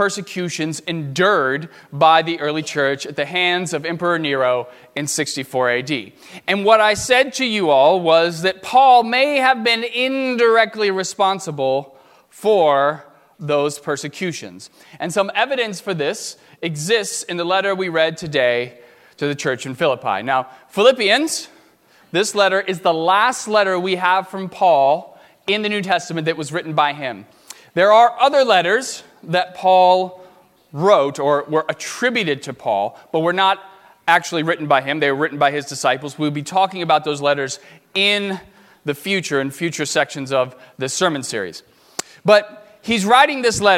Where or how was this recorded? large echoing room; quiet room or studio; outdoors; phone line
large echoing room